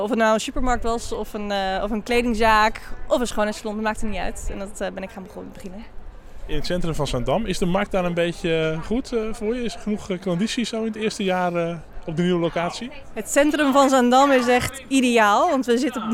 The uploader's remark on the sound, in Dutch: Op de nieuwjaarsborrel in Lab 44